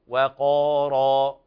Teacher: ويلاحظ هنا ترقيق الواو والاعتناء بها لمجاورتها حرف استعلاء وهو القاف